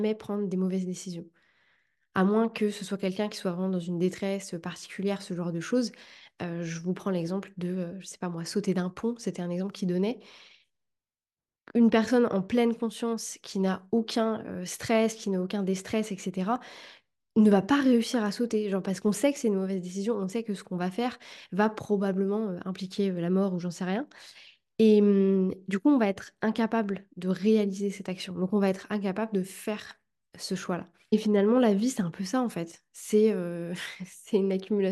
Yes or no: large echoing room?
no